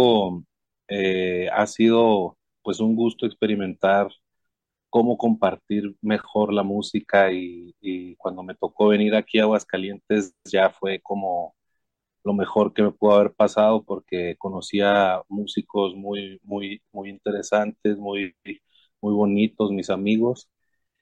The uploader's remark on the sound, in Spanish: Charlamos via zoom